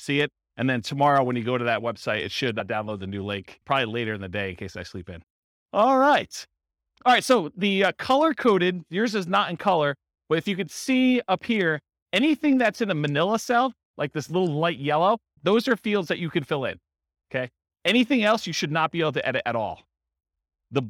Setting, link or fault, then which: setting, live audience